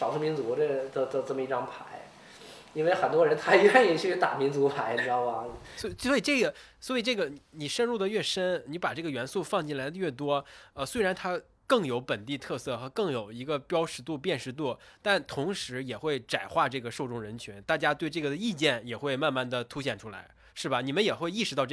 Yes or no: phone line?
no